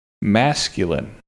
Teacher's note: Masculine has a short A for the first syllable, a schwa sound for the middle syllable, and then a short I for the final syllable.